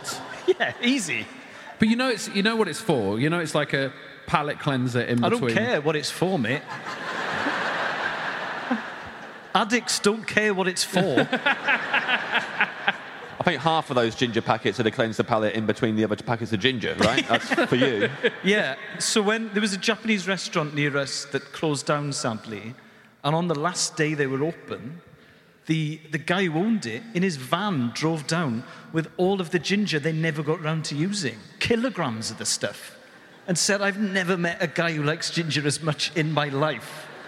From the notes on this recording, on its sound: Live episode, this one from night one of our two-night residency at London’s Royal Albert Hall. For Storm Productions Group live at the Royal Albert Hall.